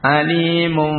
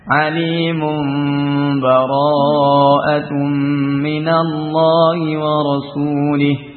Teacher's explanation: hanya di bibir saja ya, dengan apa, intibaqus syafatain khafif ya, nempel ke dua bibir dengan ringan ya · Term: ikhlab